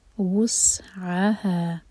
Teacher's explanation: یہ عین اس کو حلق سے نکالنا ہے. ہا مد تبعی دو حرکہ لمبا.